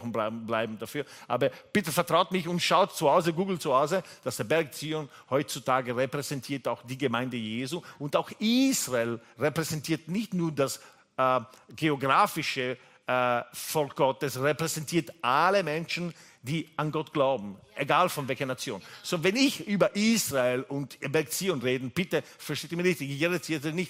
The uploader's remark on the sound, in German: Gottesdienst live aus der LIFE Church Wien.